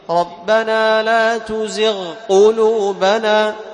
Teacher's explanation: القاف من أقصى اللسان والغين أدنى الحلق. طيب، ربنا لا تزغ قلوبنا، تعطي الغين رخاوة، أما القاف تعطيها صفة إيش؟